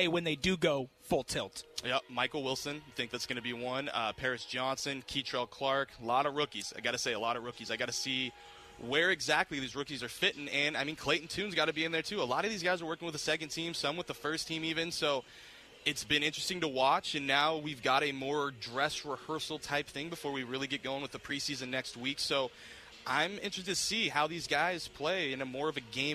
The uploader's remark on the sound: LIVE at Red & White practice